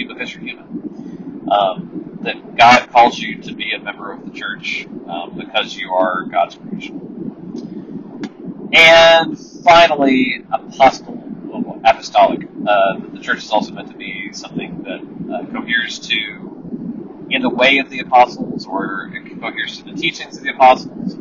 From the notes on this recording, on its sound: Apologies for the amazing sound quality from my ear buds.